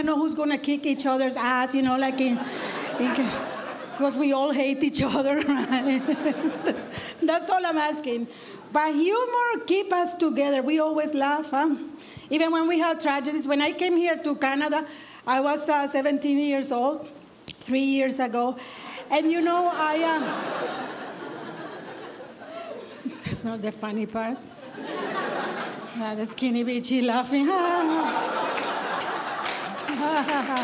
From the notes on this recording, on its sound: stand up from the Just For Laughs Festival in 2011